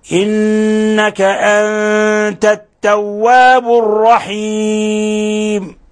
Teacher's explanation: أنت نون ساكنة جاء بعدها التاء، الحكم التجويدي إخفاء حقيقي لأن التاء من حروف الإخفاء الحقيقي.